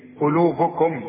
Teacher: طب واذا وقفت على قلوبكم اقول لقلوبكم، قلوبكم بقف عليها بسكن المين